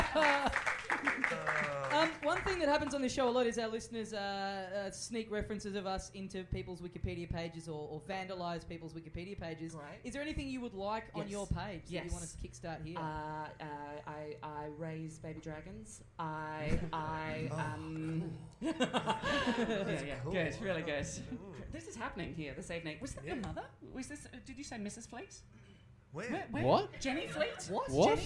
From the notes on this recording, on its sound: Recorded LIVE at Softbelly Bar